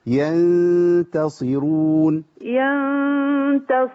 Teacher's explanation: احنا عندنا الغنة هنا مرققة